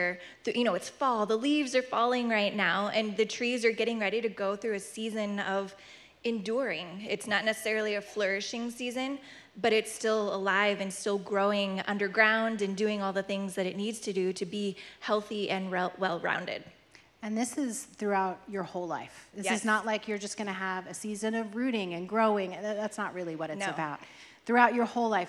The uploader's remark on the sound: Live Panel Discussion